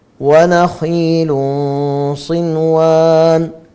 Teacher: تنوين بعده صاد، إخفاء حقيقي بغنة مفخمة